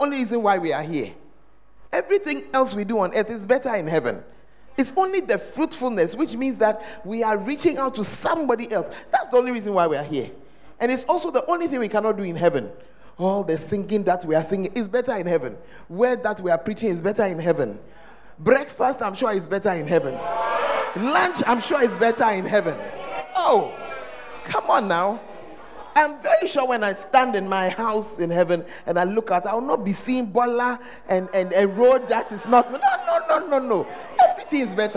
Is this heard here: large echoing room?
yes